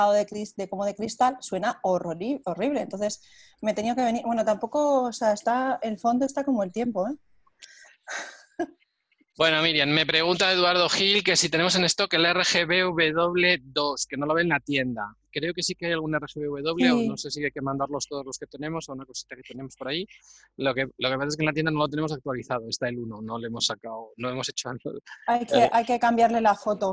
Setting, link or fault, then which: link, video call